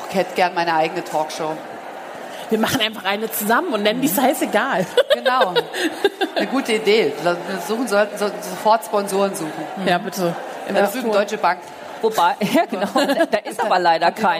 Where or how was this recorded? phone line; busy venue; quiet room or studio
busy venue